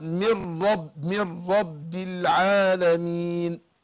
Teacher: هضغم النون في الراء ادغام بغير غنه، بشدد الراء